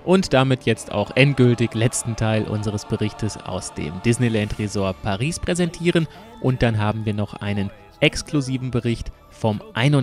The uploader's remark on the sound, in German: MouseNews live aus dem Disneyland Resort Paris. Im Tower of Terror.